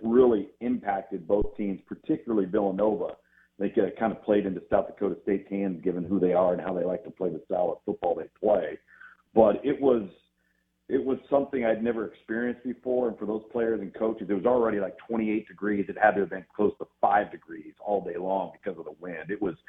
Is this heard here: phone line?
yes